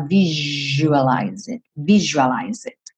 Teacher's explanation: esse S vai ter um som de J